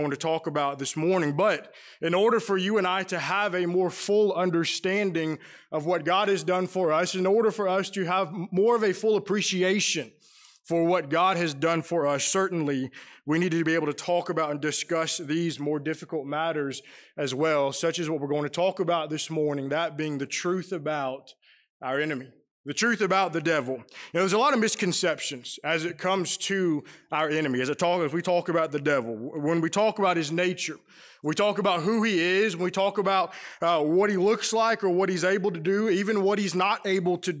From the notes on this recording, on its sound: Preached during the AM worship service at the Roanoke CofC